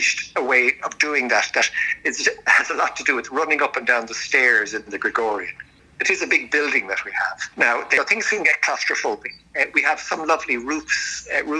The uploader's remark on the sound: Coping with Covid 19 in Rome. Speaks by phone from an eerily deserted city, normally buzzing with people and energy.